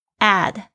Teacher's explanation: 它的这个拼法，它是英式的拼法，美式的拼法呢会拼成 A D V E R T I ZE，都是一样的意思，就是去广告或大肆宣传。那这边呢，我要提醒大家发音的这个问题。你会发现这前面这个 add， add 非常的那个低，非常的轻，为什么呢？因为它后面它要急着发 V 这个辅音，advertise，advertise，你会发现 D 好像几乎听不到了，舌头的位置到，但是不爆破，不爆发出来